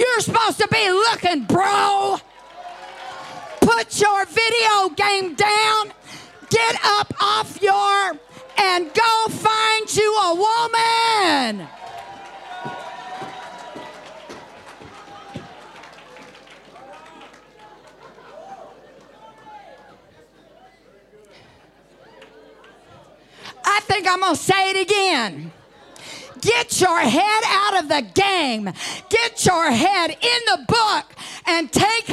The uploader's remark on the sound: Preached at DCD Conference 2023, 6 Dec Evening Service.